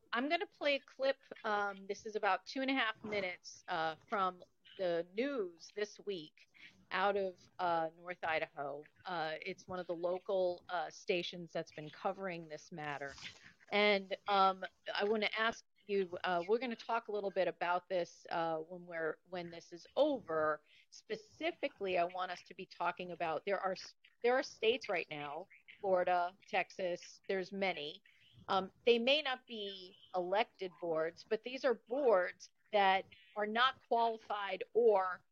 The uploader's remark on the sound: This episode had some challenging connectivity. Thank you for your grace with the audio quality.